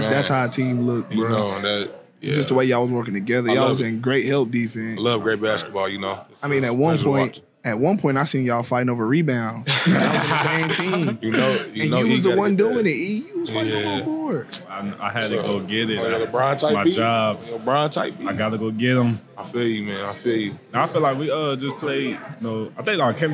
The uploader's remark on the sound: Recorded at Eskimo Joe's on Tuesday, December 19, 2023.